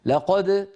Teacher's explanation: فأنطق القاف المفتوحة ومباشرة أهيئ فمي على مخرج الحرف الآتي وهو الدال لقد، بينما لما أقول قال الله قا، هنا الألف التي بعد القاف تركت القاف تأخذ حظا أكبر من التفخيم.